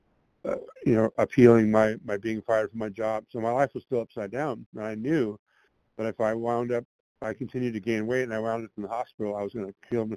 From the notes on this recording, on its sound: qualification from the 100 Pounders Phone Meeting